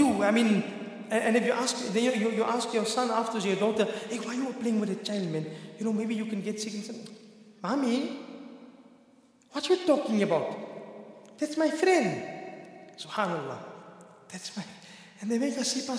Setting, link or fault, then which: setting, large echoing room